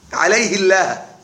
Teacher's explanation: الهاء لو كسرت فاللام سترقق، لام كلمة الله سترقق، عليه الله.